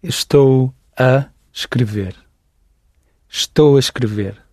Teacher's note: He ran them together. He ran together the estou and the a and the escrever, because you've got all those vowels.